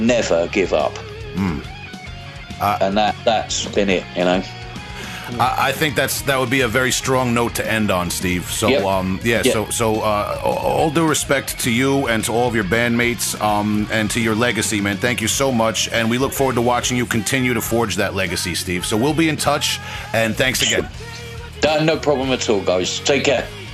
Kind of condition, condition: link, phone line